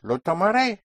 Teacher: that one single stress, that one single hit is the ending re